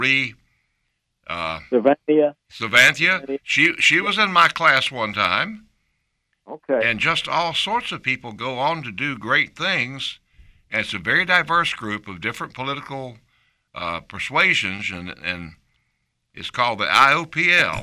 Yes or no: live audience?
no